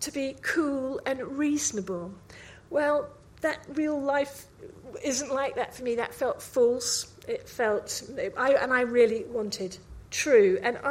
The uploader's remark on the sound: Recorded live at 5x15 Bristol in March 2017.